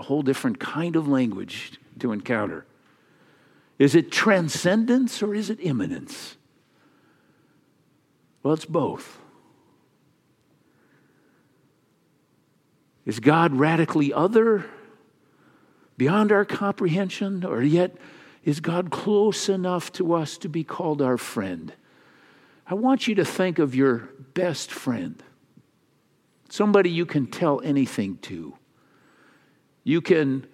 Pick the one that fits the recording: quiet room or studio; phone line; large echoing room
large echoing room